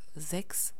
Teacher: ich spreche das S etwas stimmhaft aus